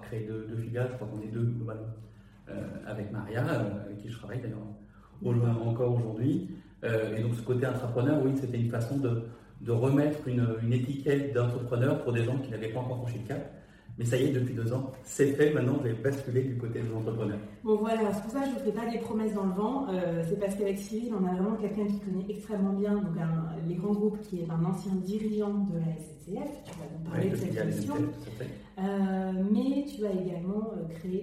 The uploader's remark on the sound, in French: on est désolés pour le son un peu cathédrale dû à l'enregistrement IRL